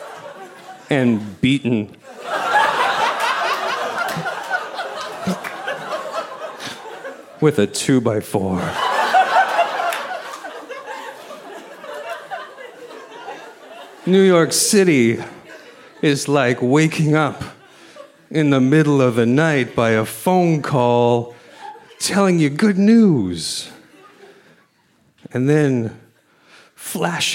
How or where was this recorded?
live audience